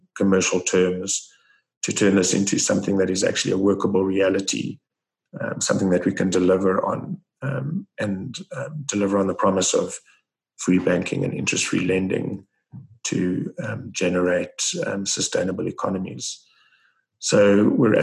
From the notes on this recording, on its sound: Listen to the full online Zoom call.